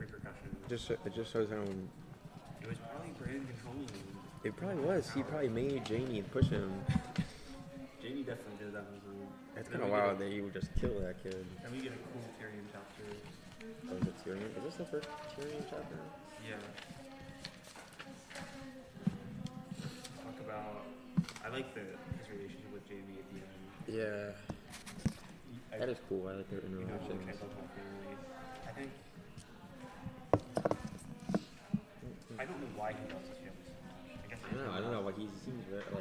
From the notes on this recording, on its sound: Comes to you from a small-town coffee shop and prominently features the background noise of a small family playing a board game! Recorded on one microphone laying flat on the table.